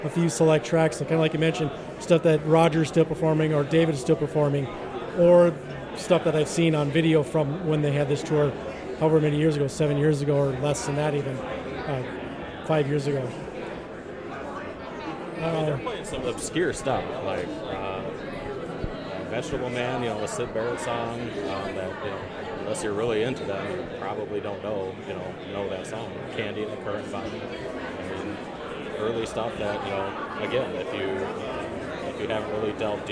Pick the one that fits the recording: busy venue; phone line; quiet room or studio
busy venue